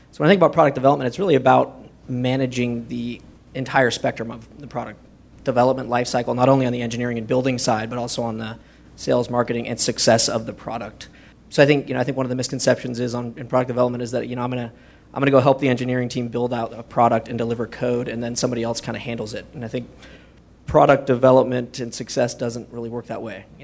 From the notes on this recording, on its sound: This is the audio recording from the live event on 6/2/2016. ProductCamp.